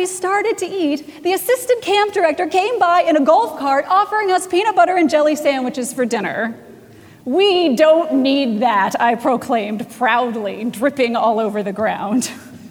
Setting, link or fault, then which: setting, large echoing room